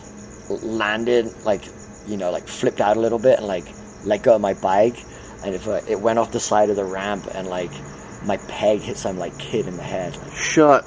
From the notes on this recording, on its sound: sat outside his shop 'Hunt & Gather' in San Diego